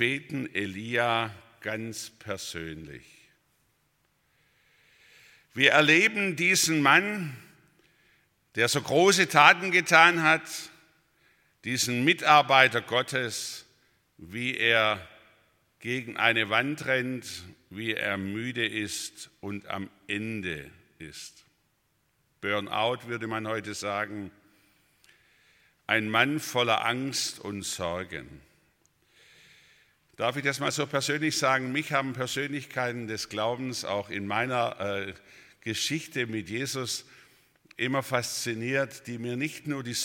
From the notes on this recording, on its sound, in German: Aus dem Gottesdienst der Liebenzeller Mission.